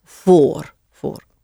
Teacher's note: Spelled V-O-O-R. So the V is really pronounced like an F. Yeah? Voor, voor.